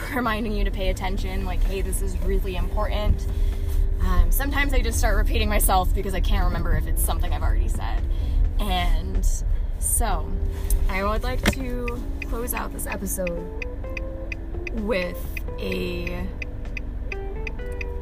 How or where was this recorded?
inside a vehicle